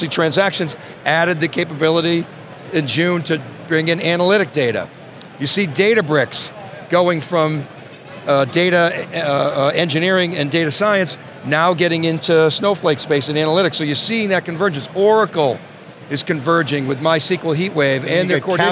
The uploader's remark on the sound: live from our coverage of AWS Summit New York 2022